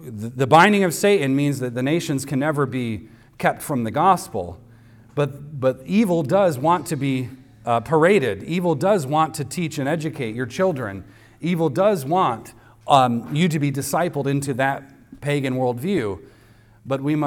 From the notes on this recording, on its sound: recorded on Sunday, June 4th, 2023, at the weekly worship gathering of Cross & Crown Church